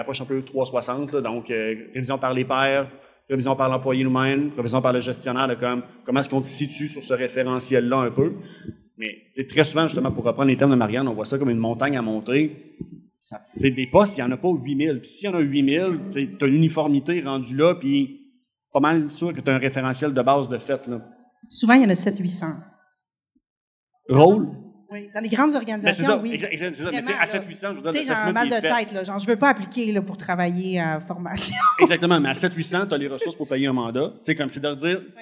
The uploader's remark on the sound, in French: Live devant public. Enregistré en «live» devant public.